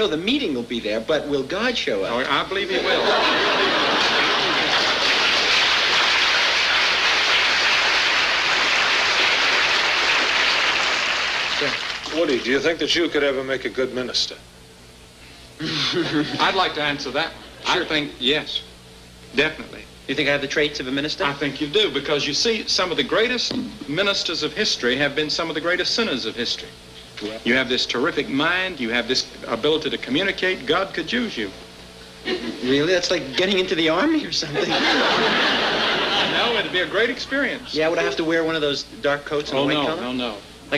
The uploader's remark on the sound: takes questions from the audience